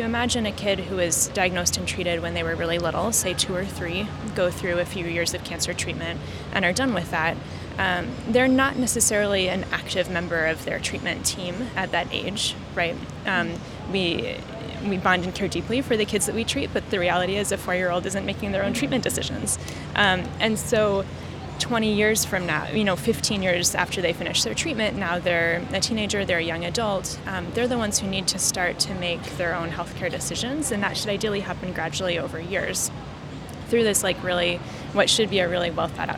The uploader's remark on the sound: live interview recorded by Oncology Data Advisor at the 2023 American Society of Clinical Oncology (ASCO) Annual Meeting